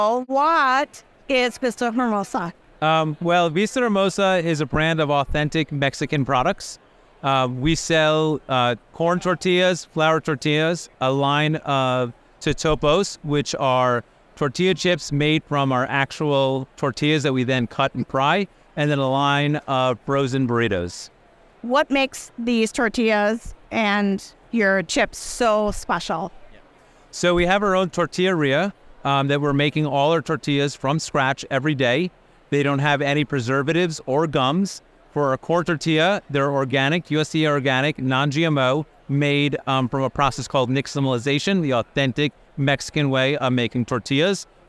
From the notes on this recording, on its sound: recorded on the Expo East trade show floor